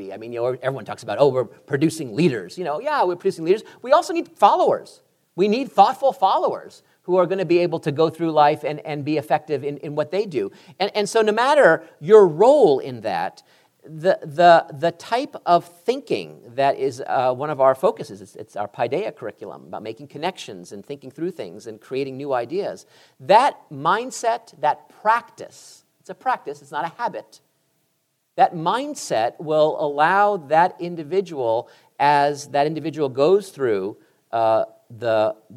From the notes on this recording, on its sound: "Higher Ed" took the show on the road earlier this year and taped a few podcast episodes in front of an audience at Southwestern University in Georgetown, Texas.